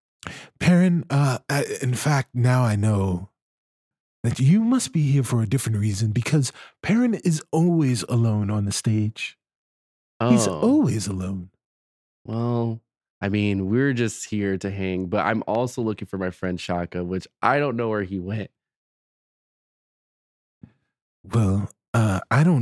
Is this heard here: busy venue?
no